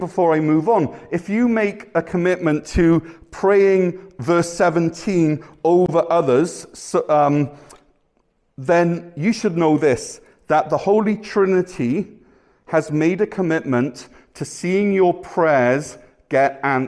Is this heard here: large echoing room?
yes